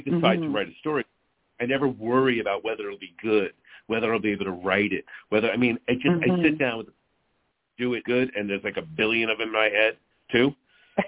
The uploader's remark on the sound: We will open the phone lines for questions for my guest.